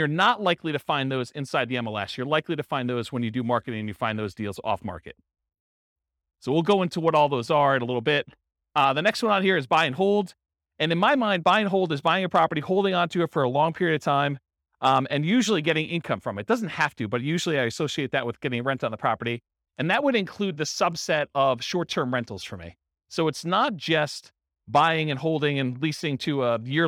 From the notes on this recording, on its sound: Real estate entrepreneurs in Richardson, Texas. This was a live class recorded. Live in-person version.